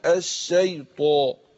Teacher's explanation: الألف دي تتبع ما قبلها تفخيما وترقيقا قبلها حرف مفخم اللي هو الطاء